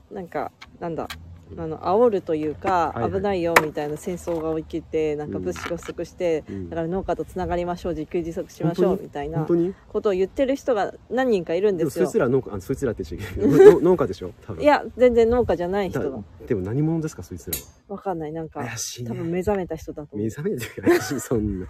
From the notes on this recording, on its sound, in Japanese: 農家とガーデナーの雑談 雑音多し。